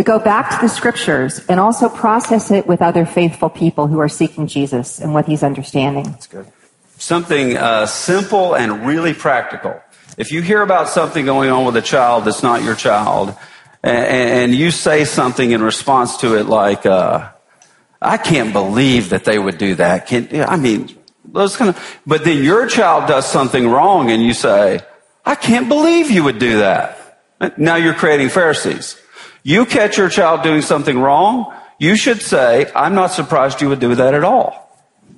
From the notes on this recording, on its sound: had a helpful conversation at the ERLC National Conference